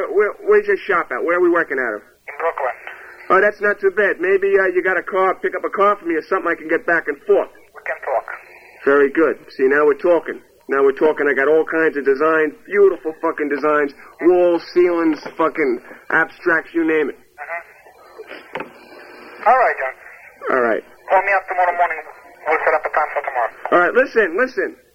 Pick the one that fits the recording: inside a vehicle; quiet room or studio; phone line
phone line